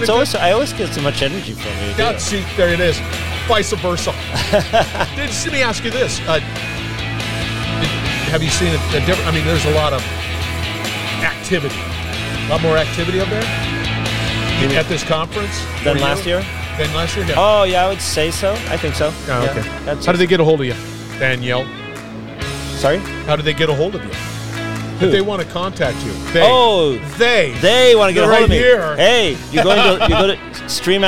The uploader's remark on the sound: at the IoT Solutions World Congress